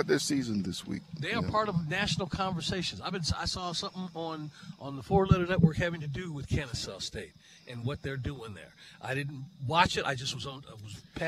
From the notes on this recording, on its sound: Live from Chateau Elan.